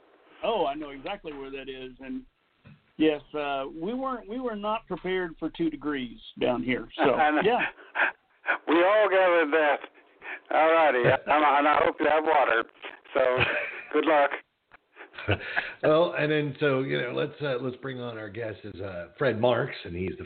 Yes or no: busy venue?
no